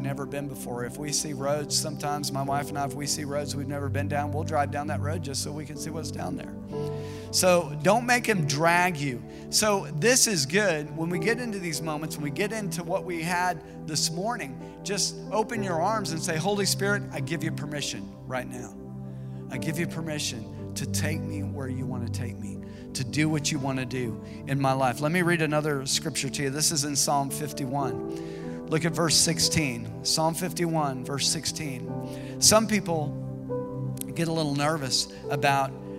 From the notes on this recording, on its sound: This message was preached at Vision Church located at The Jones Center in Springdale, AR.